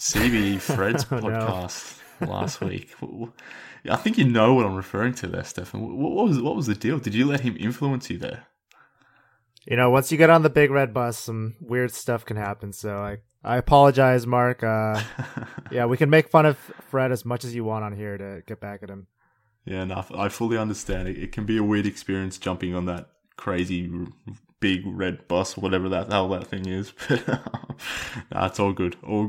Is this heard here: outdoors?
no